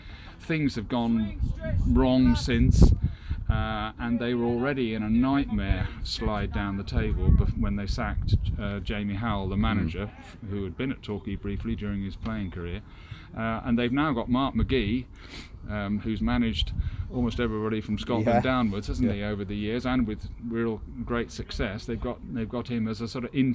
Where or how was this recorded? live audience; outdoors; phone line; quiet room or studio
outdoors